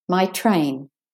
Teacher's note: there's no pause between my and train, my train.